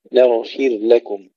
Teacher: نرقق النون ونسكن الغين مع تفخيمها مع الرخاوة ثم نرقق الفاء والراء